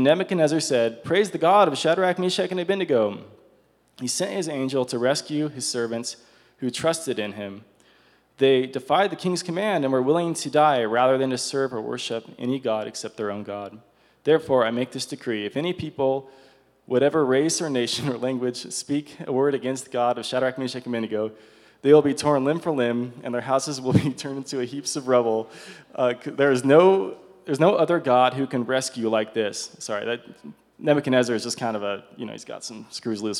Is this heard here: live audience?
yes